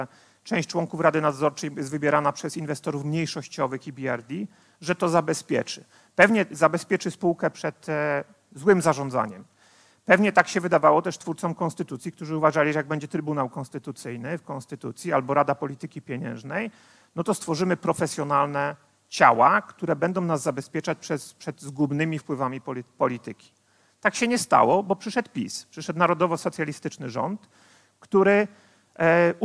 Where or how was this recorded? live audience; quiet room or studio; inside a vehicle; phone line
live audience